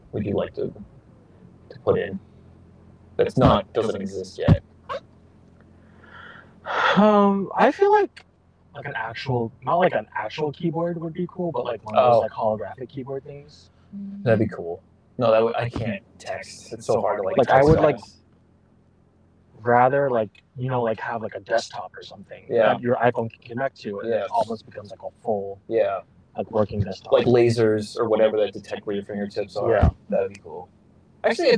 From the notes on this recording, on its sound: Audio is a work in progress, it'll get better I promise.